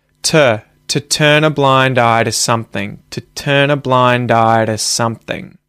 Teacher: the word to, as usual, gets reduced and the vowel sound is no longer oo, it's an schwa sound